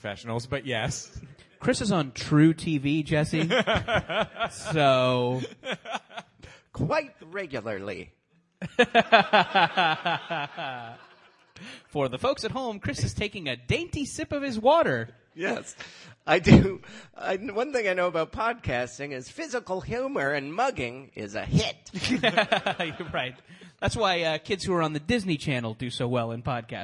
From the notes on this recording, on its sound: Live at the LA Podcasting Festival. A live episode taped at the LA Podcasting Festival.